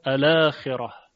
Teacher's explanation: ورش در تمام حالات میخواند الاخره، که حرف را رو هم ترقیق میکنه